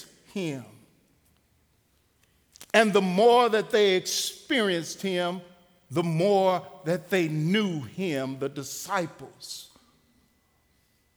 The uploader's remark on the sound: Recorded live at The Fellowship at Two Rivers on June 30, 2019.